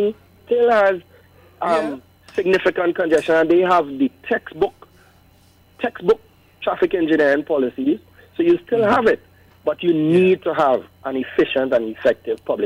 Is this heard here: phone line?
yes